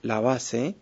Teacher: la B que está en medio de estas vocales A, es fricativa, o sea, se pronuncia continuamente